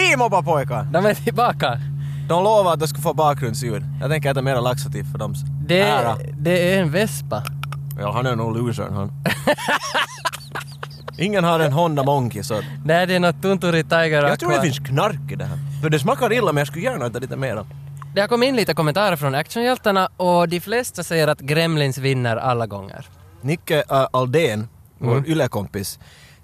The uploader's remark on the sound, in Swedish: Podden är denna gång inspelad bland pöbeln ute på Råholmen i Helsingfors, och samtidigt live-streamad till våra glada följare för maximal interaktion med vildsinta actiondårar. Och när man rör sig bland folket så kan ju vad som helst hända.